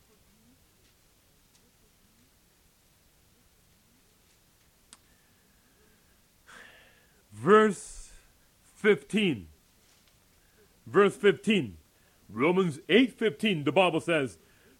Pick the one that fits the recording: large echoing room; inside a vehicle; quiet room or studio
large echoing room